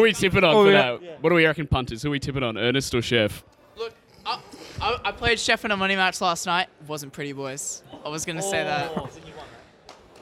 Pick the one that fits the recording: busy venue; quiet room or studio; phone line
busy venue